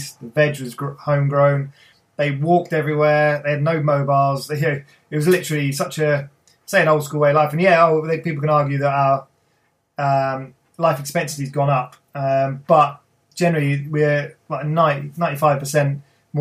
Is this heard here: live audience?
no